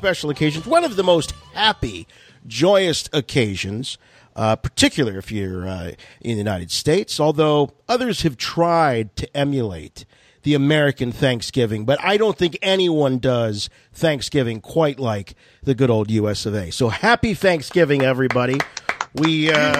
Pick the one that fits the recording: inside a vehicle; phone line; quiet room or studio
phone line